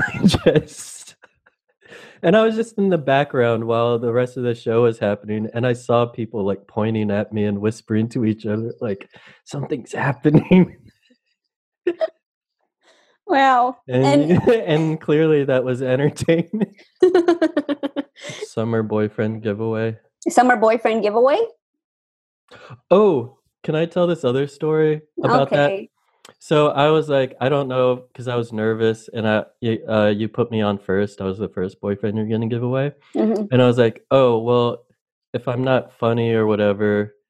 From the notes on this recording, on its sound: Play listener-created games with callers via Zoom!